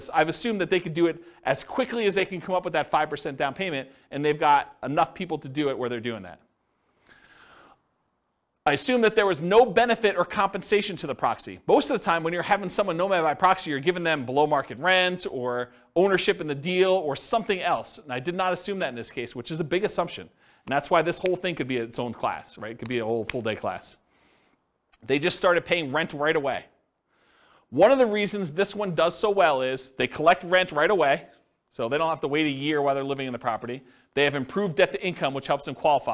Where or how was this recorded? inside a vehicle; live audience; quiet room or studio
live audience